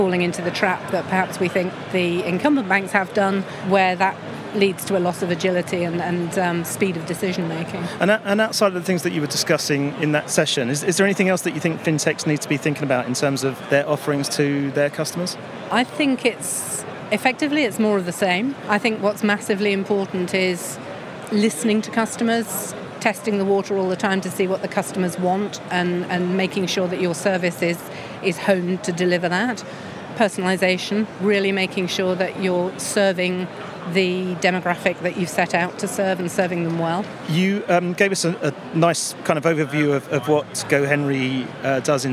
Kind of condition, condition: setting, busy venue